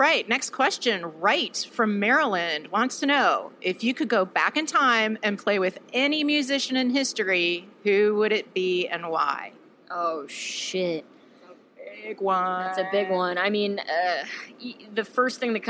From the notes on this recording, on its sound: Hosting this backstage chat on the Tito’s Tour Bus at the Hogs for the Cause festival in New Orleans. Special thanks to Tito’s Handmade Vodka for hosting this backstage chat on the Tito’s Tour Bus at the Hogs for the Cause festival in New Orleans.